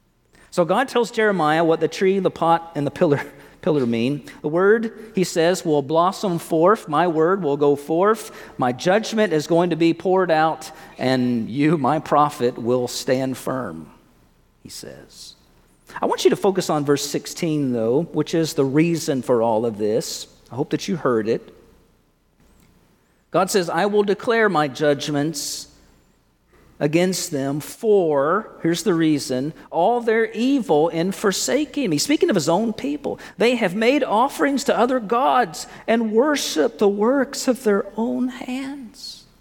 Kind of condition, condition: setting, large echoing room